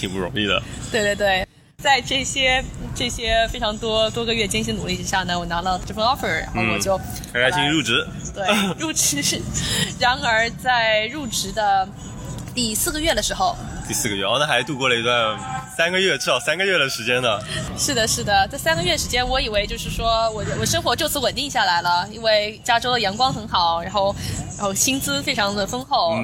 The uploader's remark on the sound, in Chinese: 户外录音，稍有杂音，多谢谅解